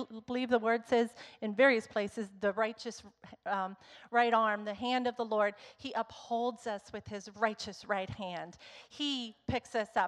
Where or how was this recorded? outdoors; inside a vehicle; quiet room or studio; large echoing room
large echoing room